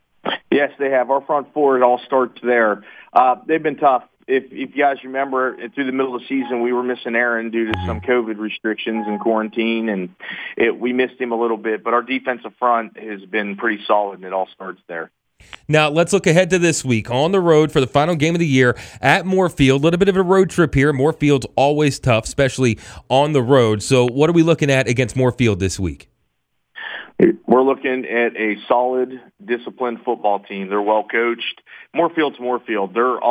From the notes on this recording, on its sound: Joined on the phone. Panhandle Live!